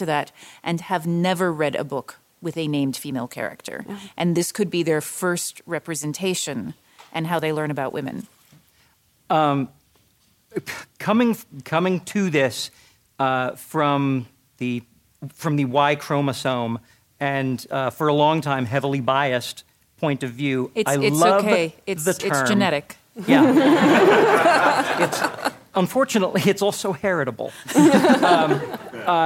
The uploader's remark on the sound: Live-audience session. This episode was recorded live at LTUE.